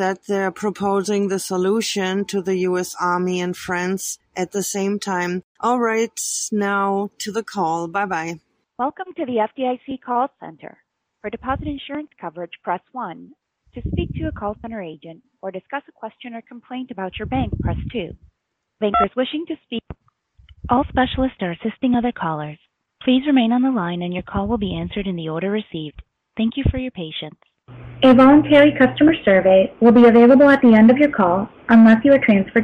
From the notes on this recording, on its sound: Recording of my call to the FDIC about my stolen bank accounts.